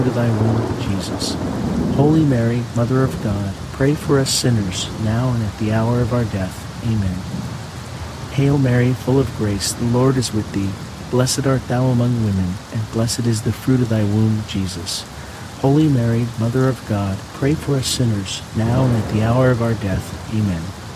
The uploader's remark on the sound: HEAVY RAIN. The natural ambient sounds of heavy pouring rain with crackling thunder and lightning will fill your senses with calm and wash away distractions alongside this Thursday rosary.